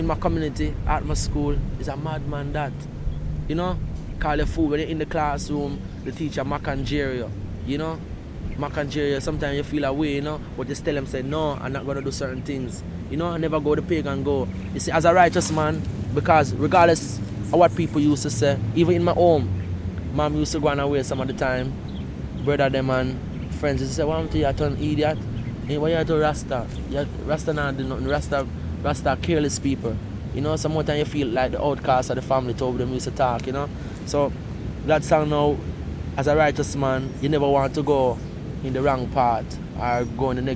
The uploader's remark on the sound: recorded at in the gardens of Devon House, in Kingston, Jamaica, 2003